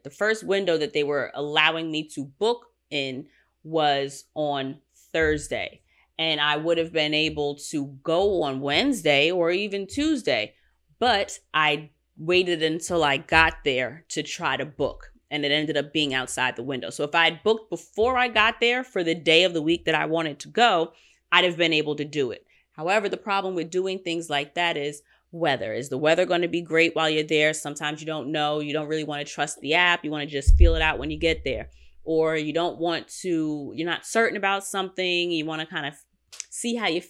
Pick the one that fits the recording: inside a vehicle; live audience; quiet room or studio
quiet room or studio